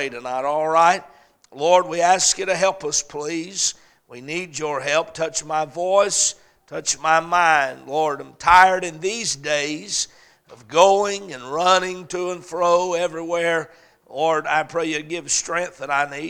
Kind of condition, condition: setting, large echoing room